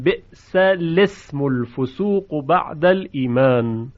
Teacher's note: به ناچار در اینجا چون ساکنها پهلوی هم قرار گرفتن، ساکن اولی که لام ساکن باشه این رو کسره میدن، پس ال میشود اله الاسم